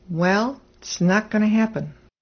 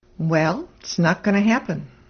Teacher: notice that the T is almost completely dropped from its, and going to becomes gonna. · Term: contracted speech